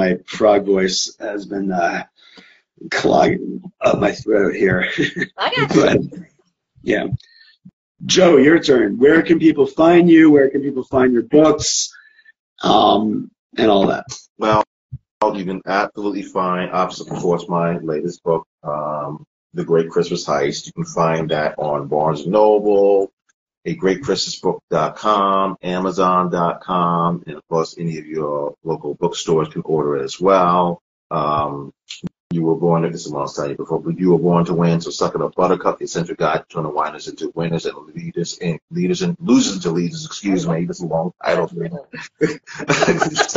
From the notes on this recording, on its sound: part of a series of Instagram Live interviews